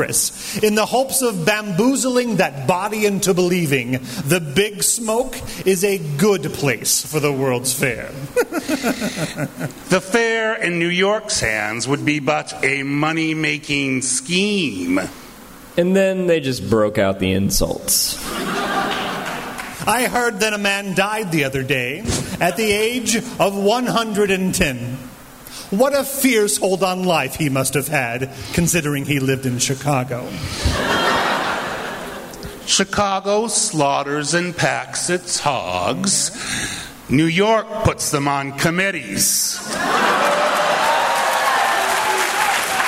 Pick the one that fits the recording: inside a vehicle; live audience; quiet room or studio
live audience